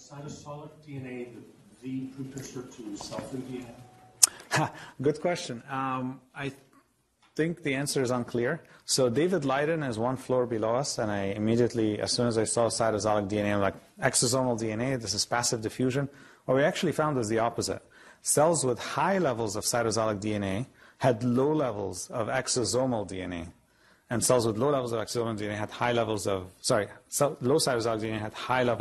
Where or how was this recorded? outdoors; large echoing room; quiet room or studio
large echoing room